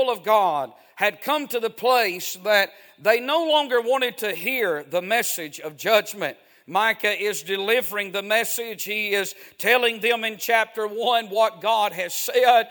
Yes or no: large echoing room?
yes